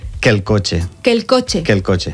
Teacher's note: dos vocals que són iguals. Aleshores ens mengem una. Dos E. Dos que E.